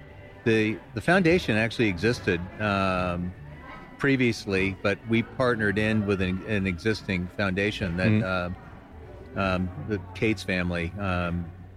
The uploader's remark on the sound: The NeuroNerds are hitting the road for this episode! For their 17th Annual TAAFWalk in San Francisco, we recorded our first-ever live speedcasting episode.